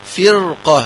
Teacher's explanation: قاف من حروف الاستعلاء فنقول فرقة بتفخيم الراء